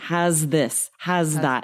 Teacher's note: a little longer on the S, which sounds like a Z.